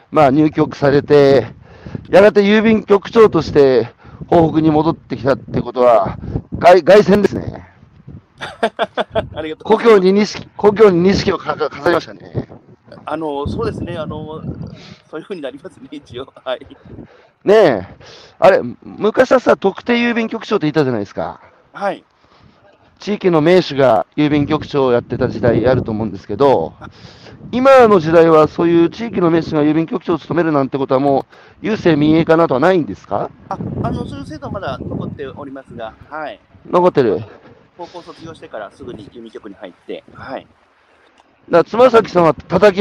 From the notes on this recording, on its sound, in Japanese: 歩くラジオ。山口県下関市。歩きながら1時間、対談する。